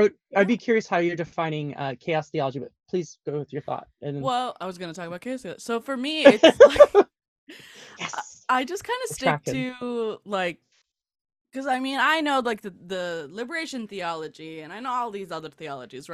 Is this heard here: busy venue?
no